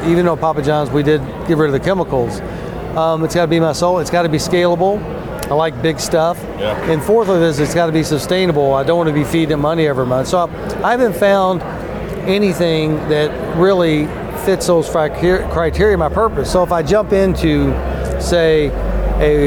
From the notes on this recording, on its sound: This episode was recorded at CPAC Texas.